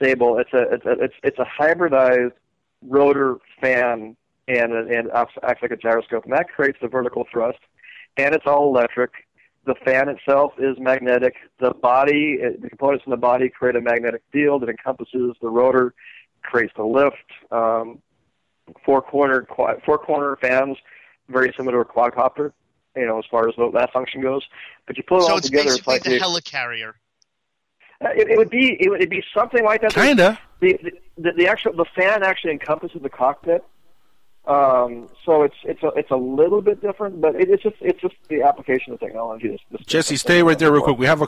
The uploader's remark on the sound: He called in to surprise us on air